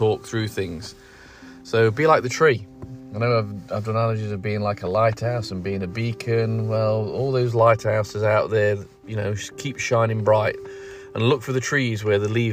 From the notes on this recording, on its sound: Just sitting in the car over 3 days and just chatting.